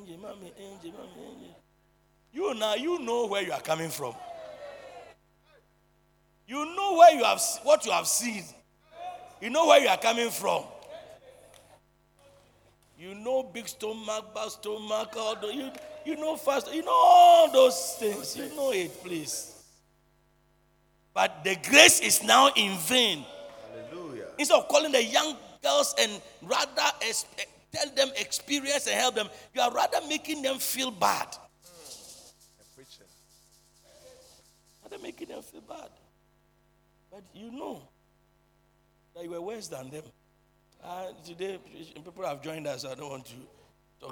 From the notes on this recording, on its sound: Preached at the Truth Cathedral, Loyalty House International